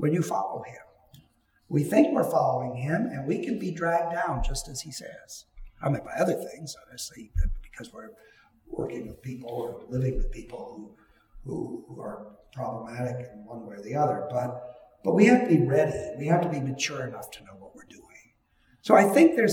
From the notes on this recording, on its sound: A conversation held at Timothy Eaton Memorial Church in Toronto.